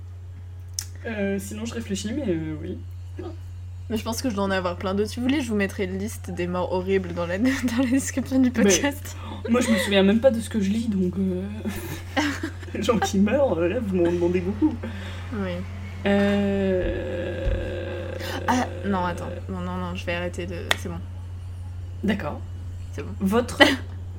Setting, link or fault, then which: fault, sounds in the background